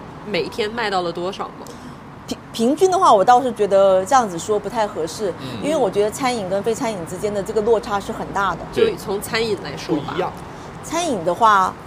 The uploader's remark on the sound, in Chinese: 世纪海角-赴一场春天的约会市集现场